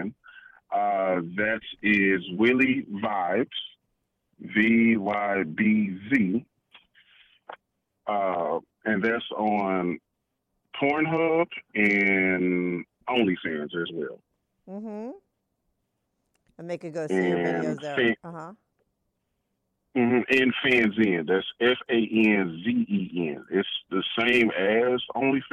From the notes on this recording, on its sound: he called in to talk all about it